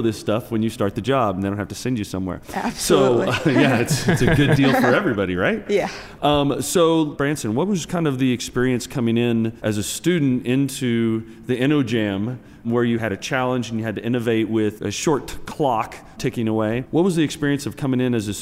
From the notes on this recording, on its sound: Recorded live at SAP TechEd 2016 in Las Vegas.